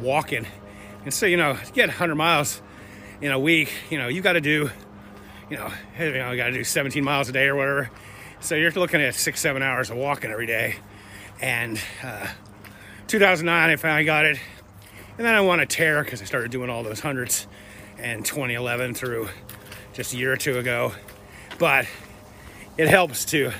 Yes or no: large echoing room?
no